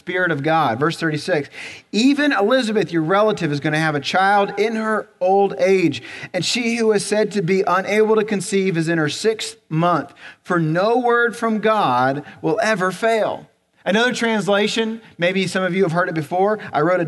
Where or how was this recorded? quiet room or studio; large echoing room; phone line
large echoing room